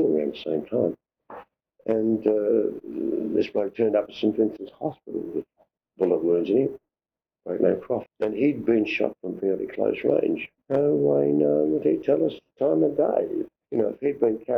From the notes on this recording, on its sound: This recorded interview is 20 years old and sounds it!